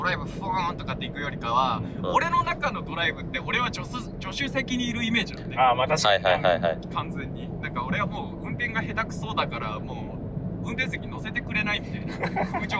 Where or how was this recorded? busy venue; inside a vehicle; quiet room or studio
inside a vehicle